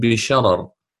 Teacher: رقق ورش الراء الأولى من بشرر